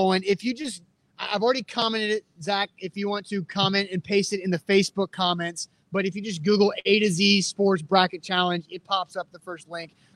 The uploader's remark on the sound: LIVE from Mill Creek Brewing Co